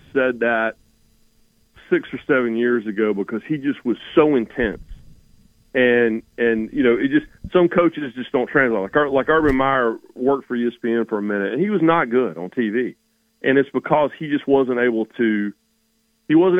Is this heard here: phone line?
yes